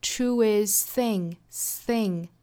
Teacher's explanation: thing 打手的这个辅音呢是 th，对应的 th 或者是 v，要求我们舌头伸到口腔外头去摩擦上排牙齿。那跟前面的 truest 连在一起怎么发呢？应该是 truestthing。首先呢，我们要把这个 t 的发音给省略掉，让 truest 里面的 s 跟 thing 去连接，要求我们呢首先发 s 的发音，之后过渡到后面的 th 的发音。 s 的发音呢实际上是舌尖的位置去抵上齿或者是下齿齿背，那我是比较习惯抵下齿齿背，发出这个 s 的发音之后呢，舌尖去伸出来一点点就可以了，放到上下齿之间去发 thing